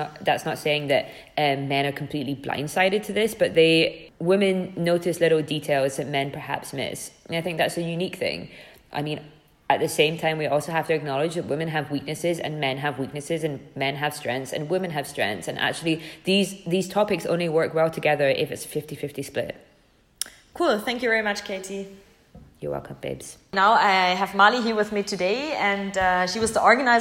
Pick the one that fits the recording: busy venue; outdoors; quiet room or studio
busy venue